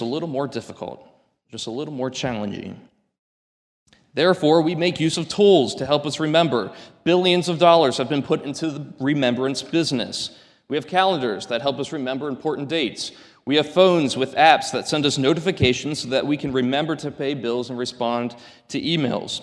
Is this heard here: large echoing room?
yes